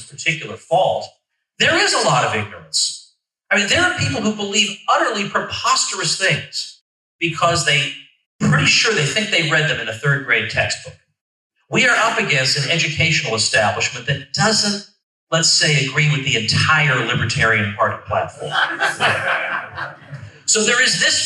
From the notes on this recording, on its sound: In this keynote address to the state convention of the Libertarian Party of Florida